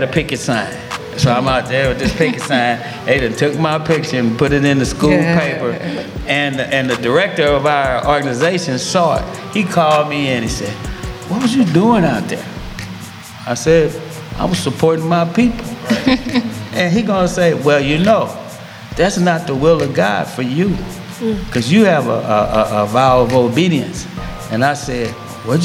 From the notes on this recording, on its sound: Recorded April 15, 2023, on site at The Griot Museum during COUNTERPUBLIC opening activities.